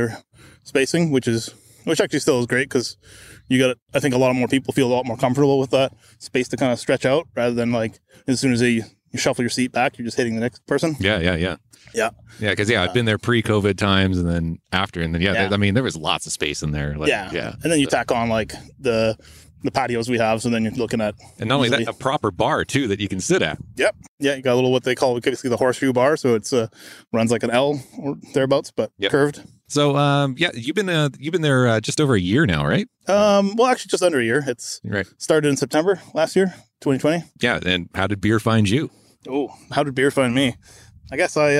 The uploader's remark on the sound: Recorded in a park in Vancouver, BC